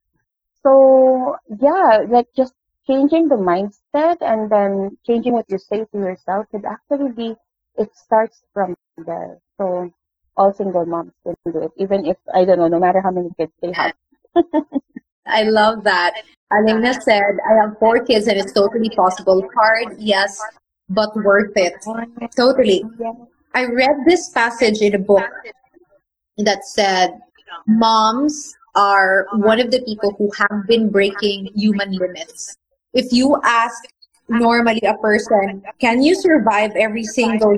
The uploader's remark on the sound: The audio of this interview isn't the best